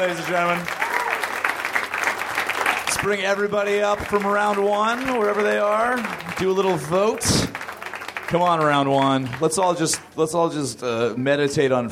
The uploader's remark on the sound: Recorded at the Nerdmelt Theater, June 5, 2012.